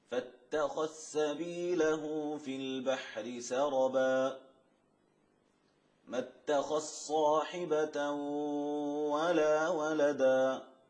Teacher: إدغام الذال في السين والصاد